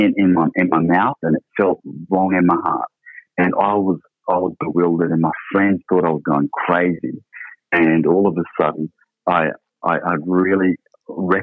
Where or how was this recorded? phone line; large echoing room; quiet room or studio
phone line